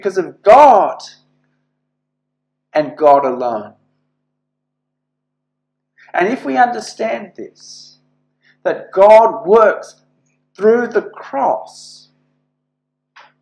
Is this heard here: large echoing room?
yes